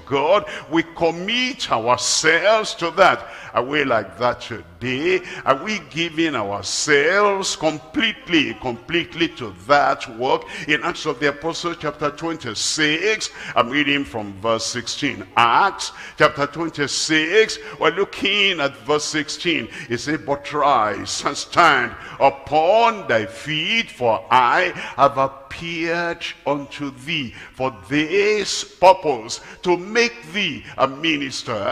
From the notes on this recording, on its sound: live at Ogbomosho, Nigeria